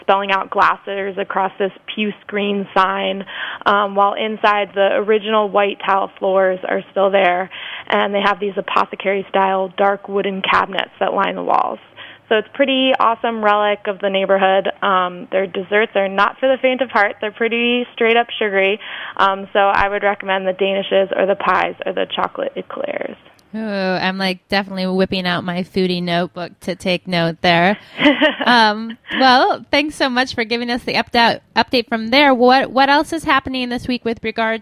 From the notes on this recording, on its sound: via the phone lines